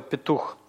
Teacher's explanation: шива читается как краткое безударное «е», или даже можно сказать сверхкраткое, очень краткое безударное «е» · Term: произносимый шива